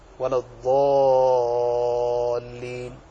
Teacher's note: أما الألف الواقعة بعد حرف الاستعلاء فإنه مفخم فتقول ولا الضالين.